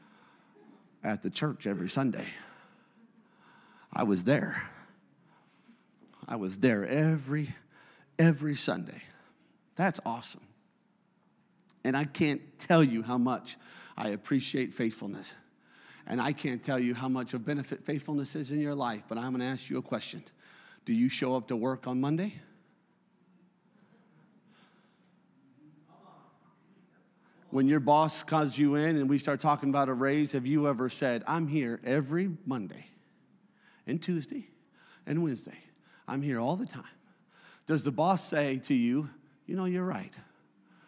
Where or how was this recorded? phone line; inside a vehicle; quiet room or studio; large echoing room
large echoing room